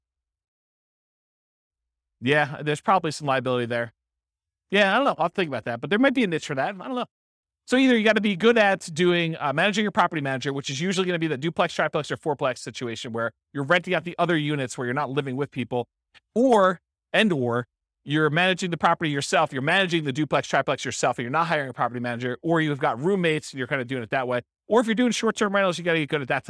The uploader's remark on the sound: This was a live class recorded